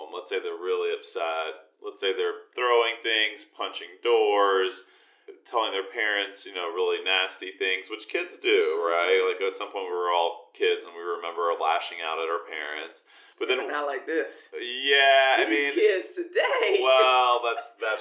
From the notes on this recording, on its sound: Please stick with us through any difficult audio, as this will improve in future episodes.